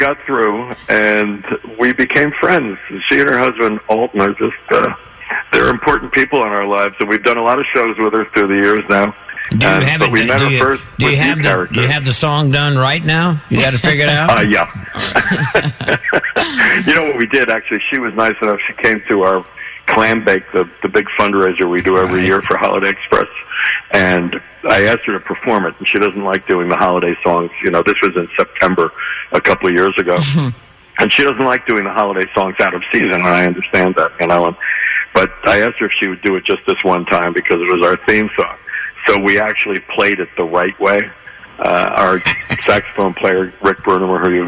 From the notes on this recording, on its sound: call in this morning